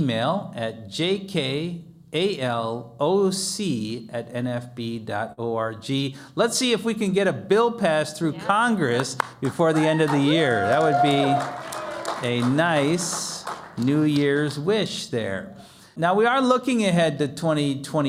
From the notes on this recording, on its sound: In front of a live audience at the Jernigan Institute.